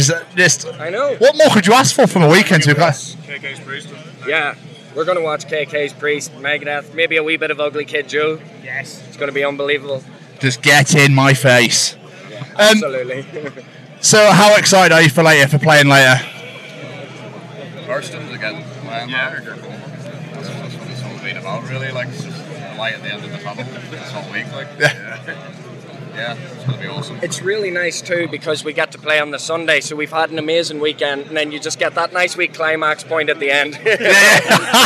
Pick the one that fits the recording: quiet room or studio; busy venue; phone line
busy venue